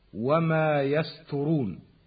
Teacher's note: وأحيانا نجد من يخطئ في التلاوة فيجعل الطاء تاء لتجانسهما في المخرج ولمجاورتها السين، فتسمع أحيانا من يخطئ ويقول وما يسترون، ولا شك أن المعنى يتغير عند نطق الحرف بحرف غيره كما سمعنا.